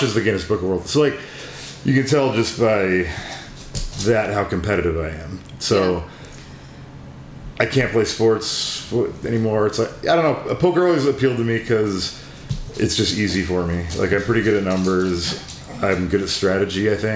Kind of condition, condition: fault, sounds in the background